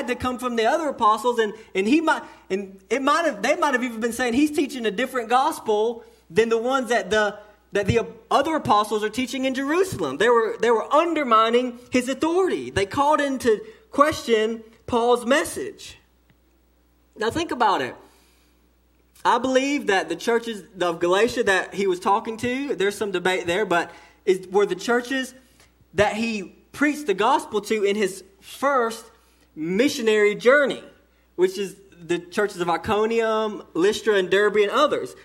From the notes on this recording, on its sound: sermon delivered to Cottondale Baptist Church in Eastman, GA on 1/21/18 during the morning service